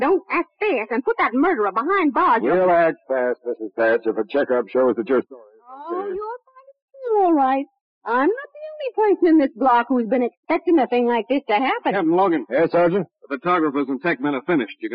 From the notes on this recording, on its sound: This series is deeefinitely a lot trickier than the usual OTR’s so they may be a little bit more worse for wear, despite my special tender care when it comes to cleaning up the audio.